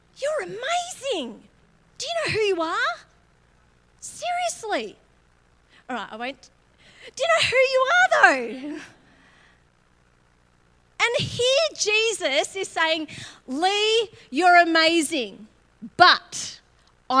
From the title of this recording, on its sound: LIVE at Echo Church